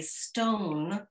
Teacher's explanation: When you say stone, you have a breath with the S sound. You have the O, which is elongated slightly. And you have that N, which is articulated in the nasal passages, mm-hmm.